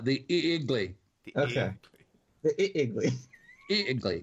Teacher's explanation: there's a glottal stop in there